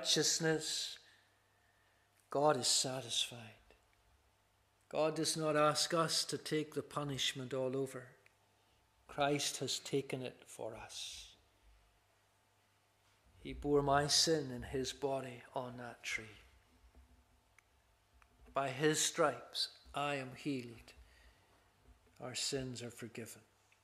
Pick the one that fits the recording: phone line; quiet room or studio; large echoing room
large echoing room